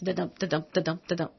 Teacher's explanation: Like with iambic pentameter, it's five beats